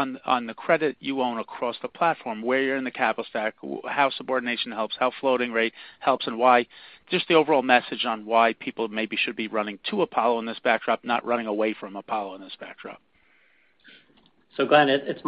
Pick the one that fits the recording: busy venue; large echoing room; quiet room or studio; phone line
phone line